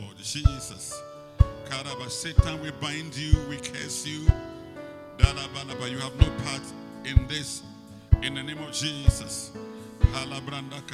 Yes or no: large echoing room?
yes